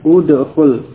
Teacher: kalau di awal kalimat diucapkan udkhul. Ya, hamzah di awal diucapkan dengan harakat dhammah · Term: hamzah wasal